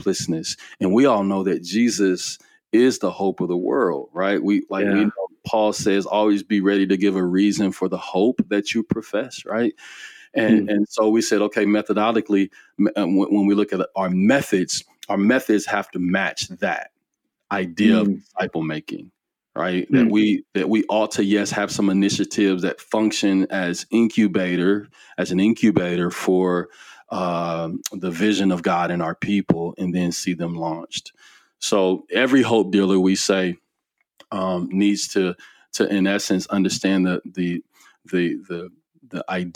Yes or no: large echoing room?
no